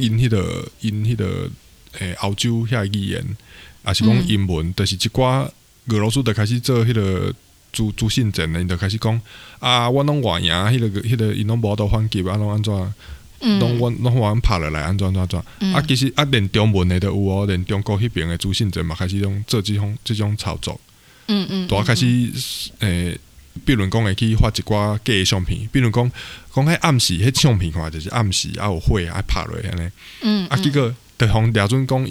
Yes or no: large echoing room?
no